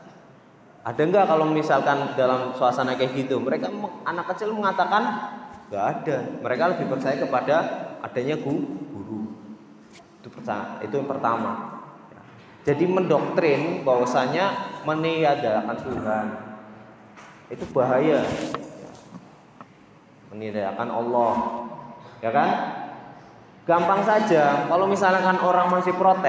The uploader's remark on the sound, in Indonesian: Ini adalah rekaman kajian mingguan setiap hari Senin pagi di Masjid Baitul Azmi Pondok Pesantren Muhammadiyah Ahmad Dahlan Kab. Tegal.